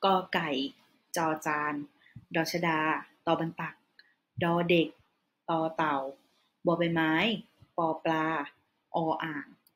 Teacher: It will be monotone, middle, not too high and not too low when you pronounce it. · Term: middle class consonant